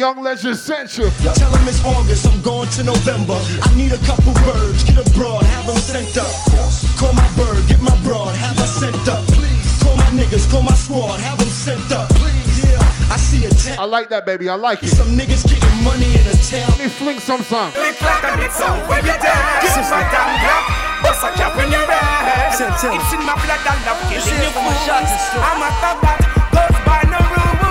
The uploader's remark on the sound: BALLER MONDAYS TORONTO -LIVE AUDIO